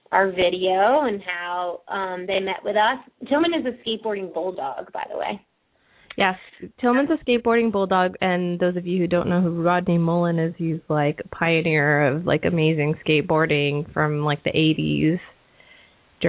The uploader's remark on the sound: open up the lines for listeners to call